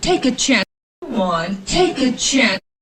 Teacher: Take a, vinculando al sonido schwa, take a chance.